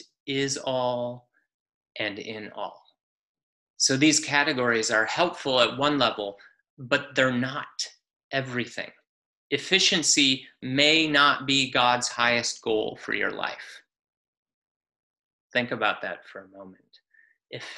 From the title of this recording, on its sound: Palm Sunday Zoom Church